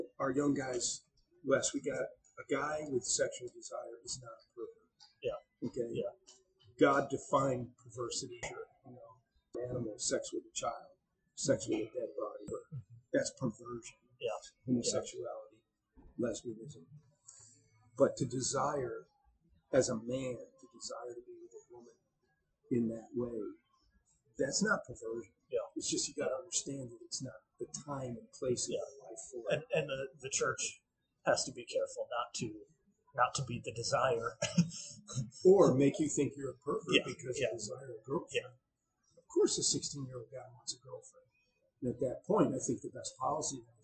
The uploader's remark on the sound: Due to some recording errors, the quality of the audio is below average; however, the vast majority of the conversation is comprehensible and beneficial.